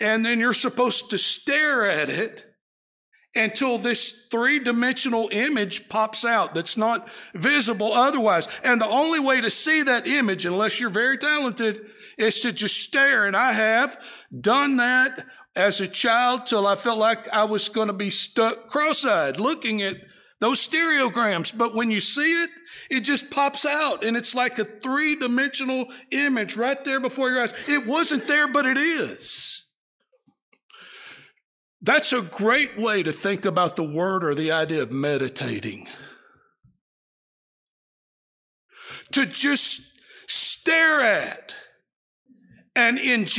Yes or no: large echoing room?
yes